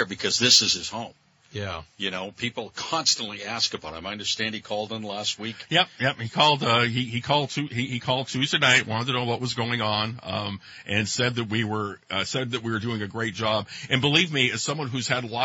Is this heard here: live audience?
no